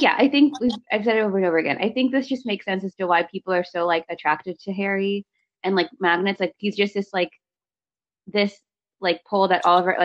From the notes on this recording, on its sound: We would apologize for all technical glitches.